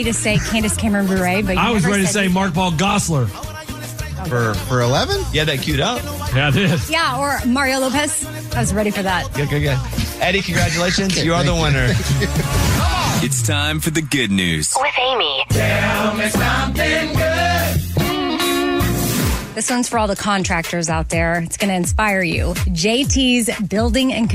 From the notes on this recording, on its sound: Listeners called.